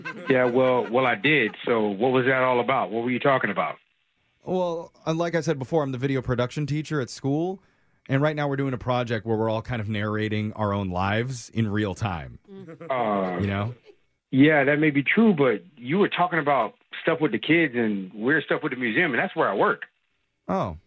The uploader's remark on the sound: Phone Tap.